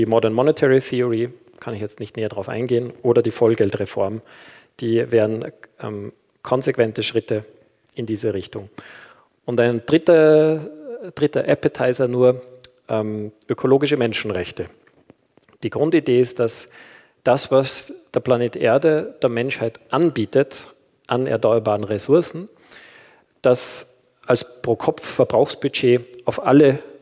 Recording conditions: large echoing room